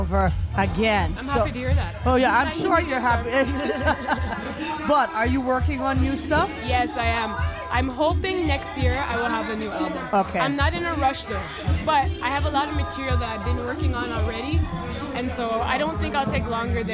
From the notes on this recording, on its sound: Live performance and interview. From CKUT 90.3fm live radio broadcast at the Montreal International Reggae festival August 2016.